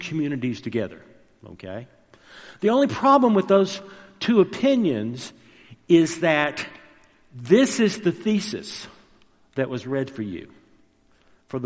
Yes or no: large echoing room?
yes